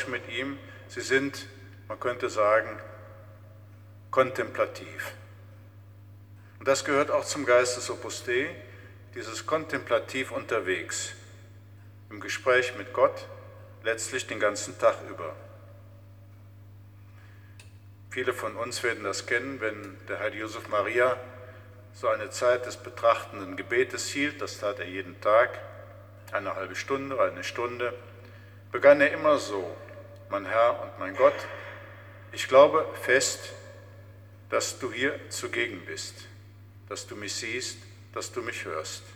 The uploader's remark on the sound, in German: Mitschnitt der Predigt aus St. Pantaleon.